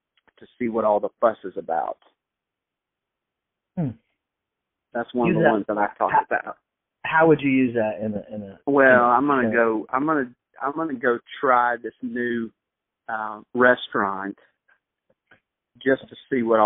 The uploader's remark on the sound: record their phone calls to make each other laugh